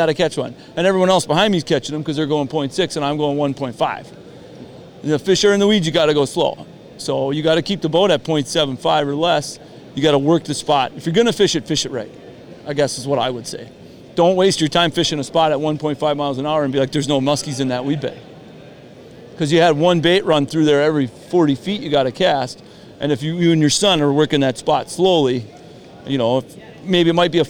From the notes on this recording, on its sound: Guide Panel Live from the Minnesota Muskie Expo. This week we record live from the Minnesota Muskie Expo.